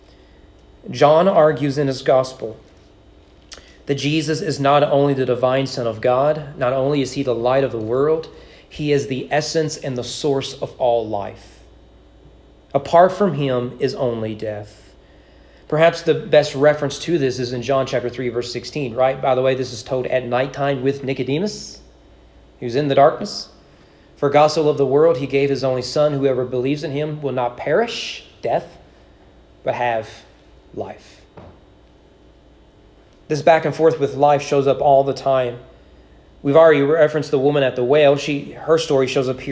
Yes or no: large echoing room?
yes